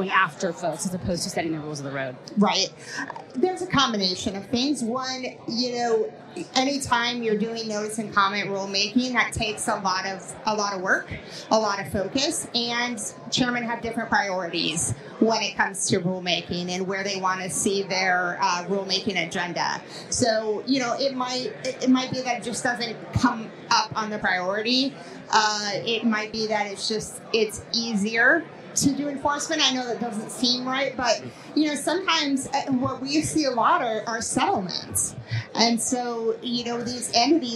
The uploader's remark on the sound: At CoinDesk's State of Crypto event in Washington, DC. In this special live episode of "Money Reimagined,".